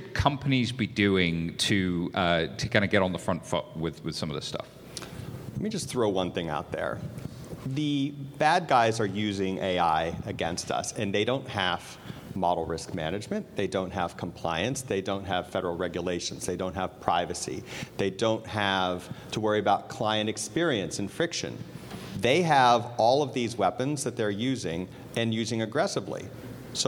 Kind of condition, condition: setting, busy venue